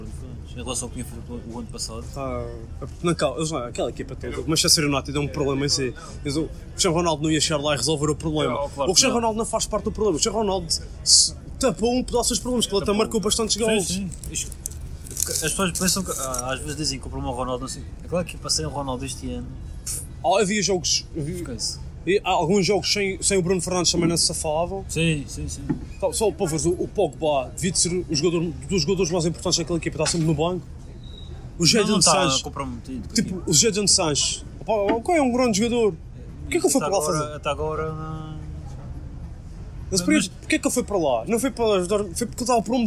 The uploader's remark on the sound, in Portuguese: Estamos de regresso, com um Podcast especial, gravado nas ruas de Antuérpia!